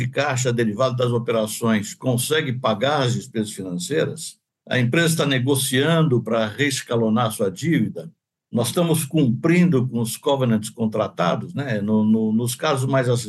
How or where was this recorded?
video call